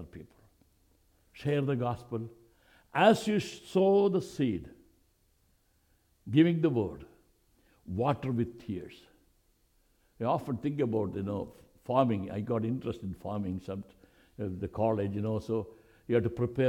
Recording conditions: large echoing room